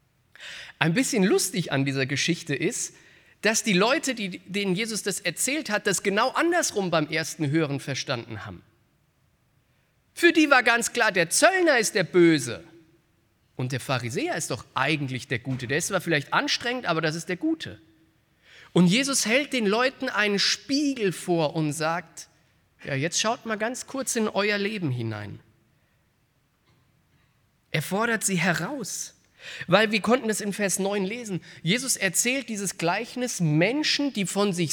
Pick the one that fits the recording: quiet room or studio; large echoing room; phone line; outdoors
large echoing room